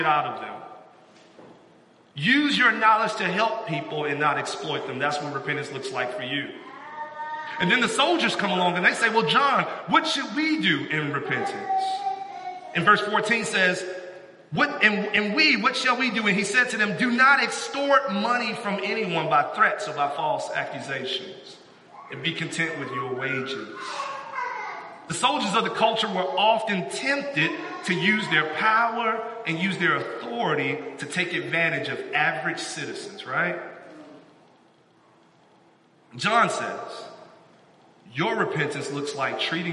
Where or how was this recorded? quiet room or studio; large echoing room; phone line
large echoing room